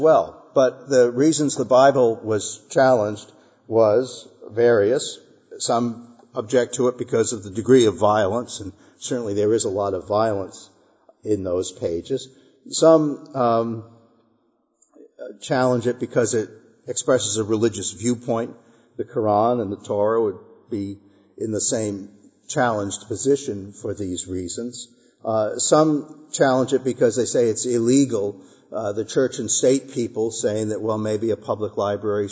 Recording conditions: large echoing room